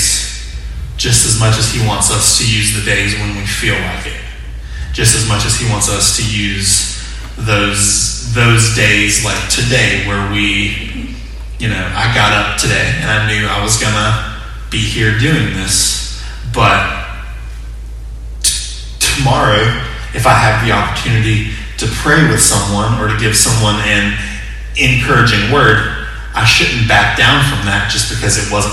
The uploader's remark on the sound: Sermon audio from 6/28/20 morning worship service.